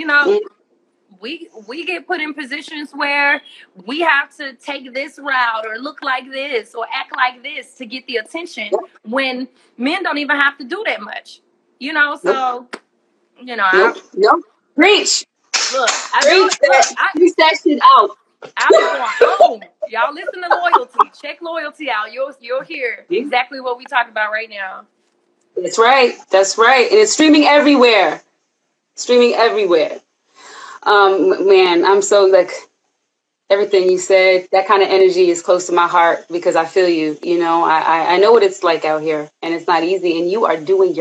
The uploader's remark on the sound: in a special Instagram Live #WFH edition